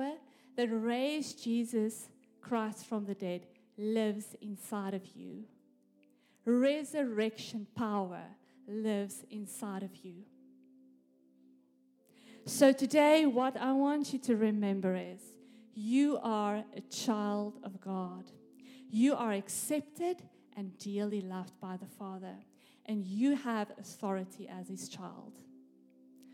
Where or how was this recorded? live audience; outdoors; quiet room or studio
live audience